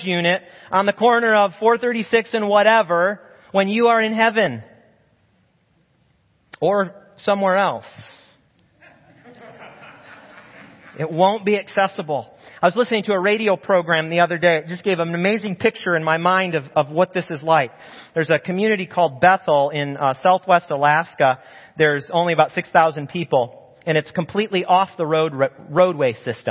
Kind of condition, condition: setting, large echoing room